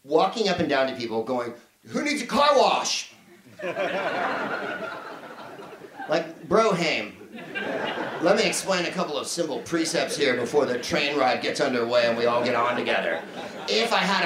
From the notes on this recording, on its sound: Live from the Soho Theatre in London